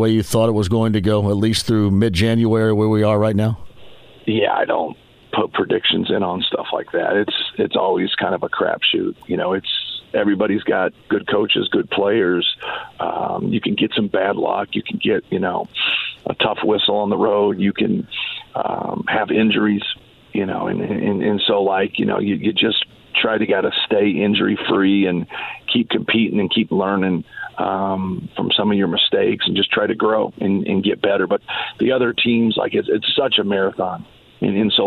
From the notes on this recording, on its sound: Goes back to the phone lines.